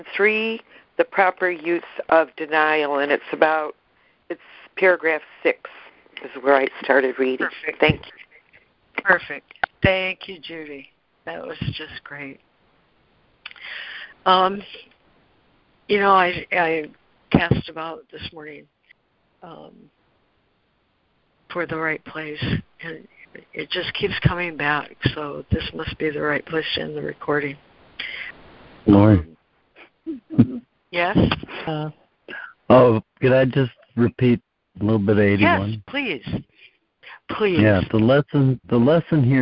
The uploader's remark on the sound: ACIM Daily Conference Call